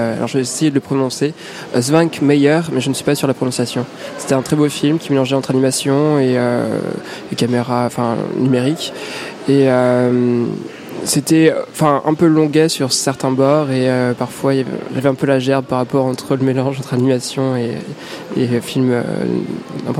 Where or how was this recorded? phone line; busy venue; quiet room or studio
busy venue